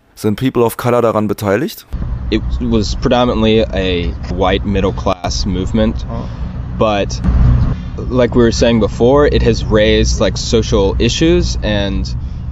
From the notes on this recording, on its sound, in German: Anfang Juni sprachen wir in Berlin am Rande eines Vortrages der Free Mumia Bewegung